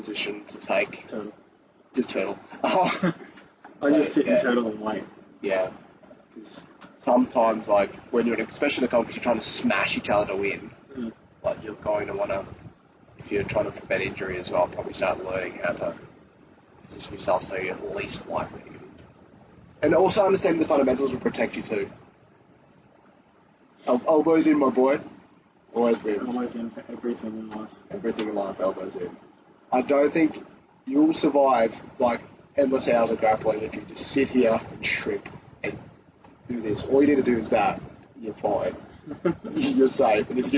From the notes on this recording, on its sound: Sorry about the audio.